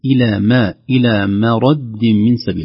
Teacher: ترقيق الميم أيضا قبل الراء